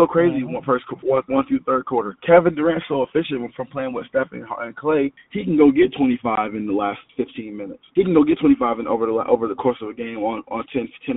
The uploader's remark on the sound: A snippet of a phone call